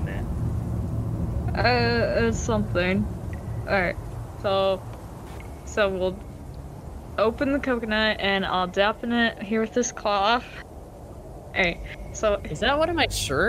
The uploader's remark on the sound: weird noises keep coming from outside.